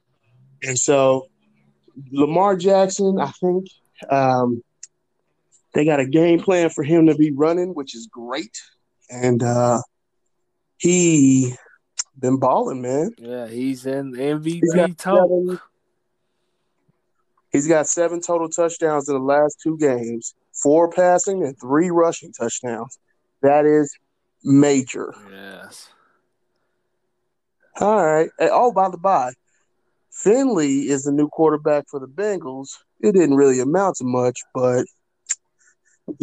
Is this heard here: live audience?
no